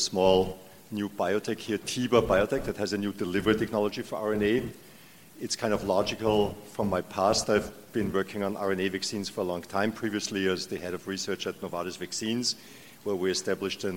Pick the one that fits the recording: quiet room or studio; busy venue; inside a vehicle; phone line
busy venue